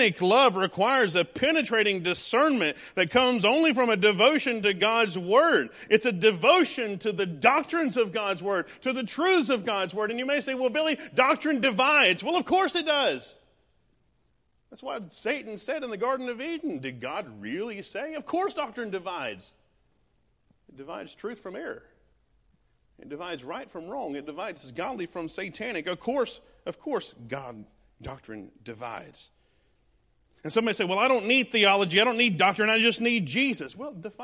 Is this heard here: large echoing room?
yes